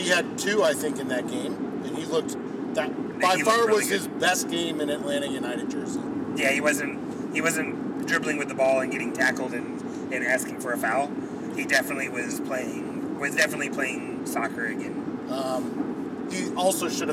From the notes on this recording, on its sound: record on their way to the Atlanta United Home Opener